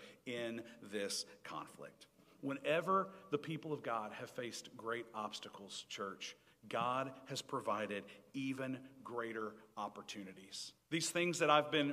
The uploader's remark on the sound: Recorded Live 7/31/2022 at Pleasant Ridge Church of Christ (Arlington, TX).